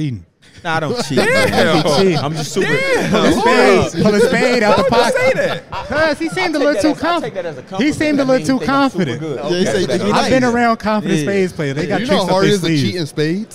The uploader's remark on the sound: We're here live in Salt Lake City for NBA All-Star Weekend